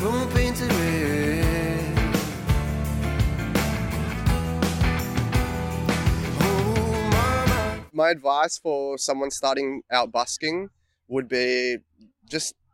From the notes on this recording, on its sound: Interview recorded on April 15, 2022 (Alexandra Gardens by the Yarra River, Melbourne Central Business District)